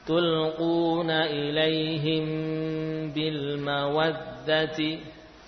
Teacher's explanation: Mim dibaca dengan gunnah yang panjang dan sempurna jika bertemu dengan ba · Term: ikhfa syafawi